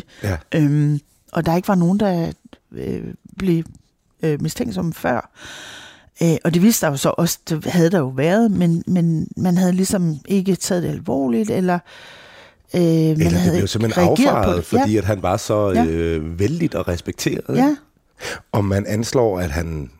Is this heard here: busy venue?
no